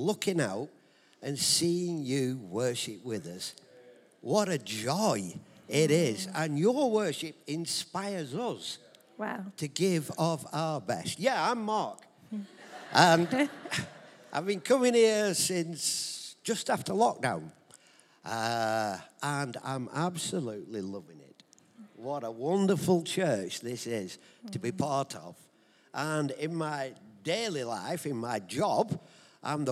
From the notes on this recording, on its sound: Recorded live at Life Church on the 12th November 2023.